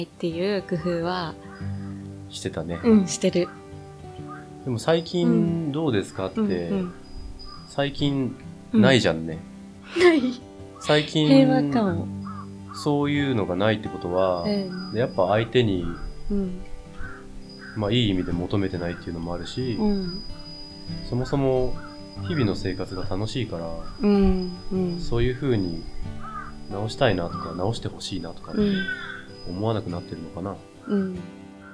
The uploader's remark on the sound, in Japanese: 中庭で秋晴れと風を感じながら収録をさせていただいております。遠くで鳴る風鈴の音 小鳥たちの歌声 木々の揺れる音など 声の向こう側にうっすらと聞こえる沢山の音も合わせて聞いていただけますと嬉しいです。